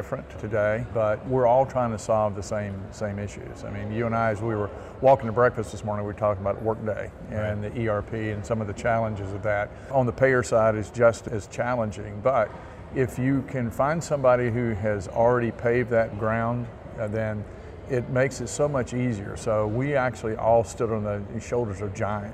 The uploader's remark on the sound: Interview in Action live from CHIME